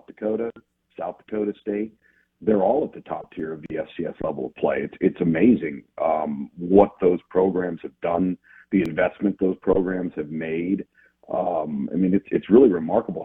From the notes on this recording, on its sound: Joins the show on the Farm Bureau guest line talking all things in the NCAA live in the BankPlus Studio.